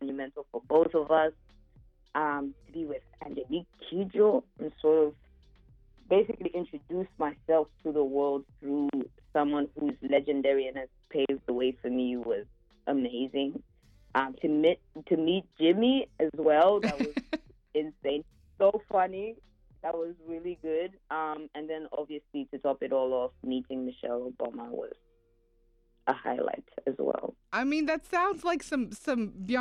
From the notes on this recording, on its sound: Called in from the road. This interview aired on Vocalo Radio 91.1 FM.